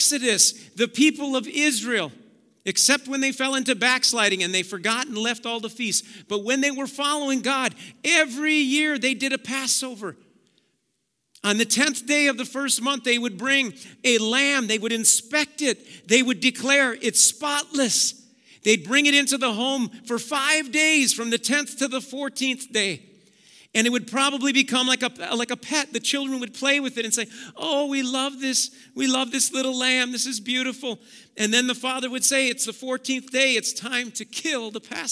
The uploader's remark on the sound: Preached at Auxano Church 1/22/2023